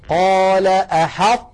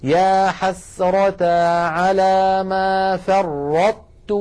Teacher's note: نطبق المخرج على طاء من غير قلقلة ثم نفتح على تاء، هكذا قال أحطت. · Term: إدغاما ناقصا